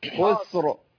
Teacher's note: رققنا الراء والراء مفخمه